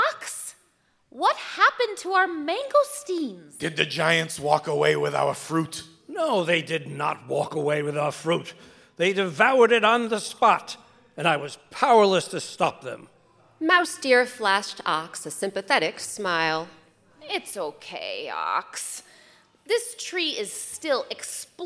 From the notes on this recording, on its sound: Recorded live